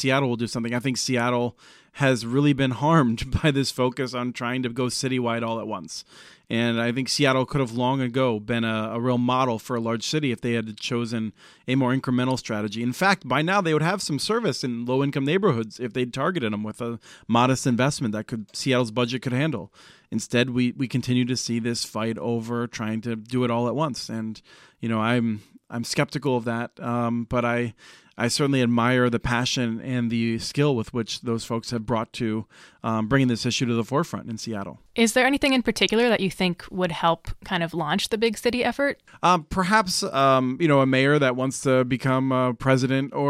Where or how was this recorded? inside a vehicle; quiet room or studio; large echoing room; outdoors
quiet room or studio